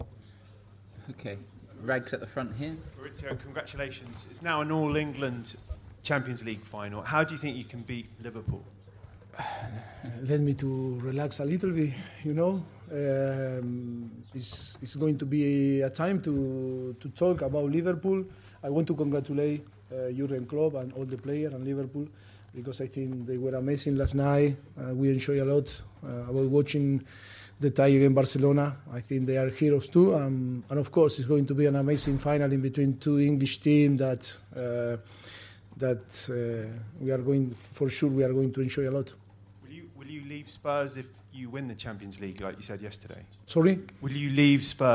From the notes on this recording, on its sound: POST MATCH PRESS CONFERENCE